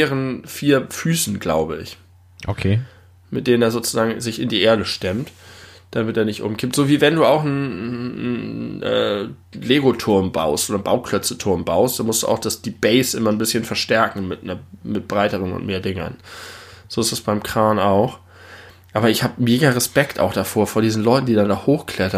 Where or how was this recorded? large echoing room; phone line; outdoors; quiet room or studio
quiet room or studio